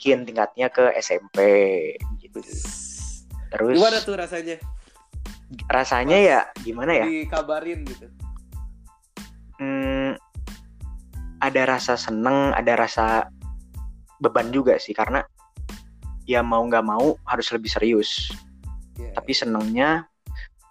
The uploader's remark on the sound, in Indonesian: Semua podcast gue dibuat pake anchor dan online dari dua sumber. Jadi maaf bila ada beberapa omongan yang engga nyambung. Itu mungkin masalah internet pas rekaman, atau internet kalian, atau emang guenya yang ga nyambung.